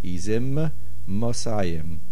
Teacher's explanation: Izim ends with a Mem, and Mosayim begins with a Mem. The tendency is if you say it quickly, you will swallow one Mem.